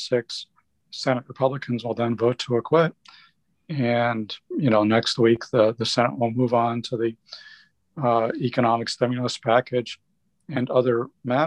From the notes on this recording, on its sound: an audience that joined the discussion as part of our new, weekly, "Ask the Blob" Webinar Series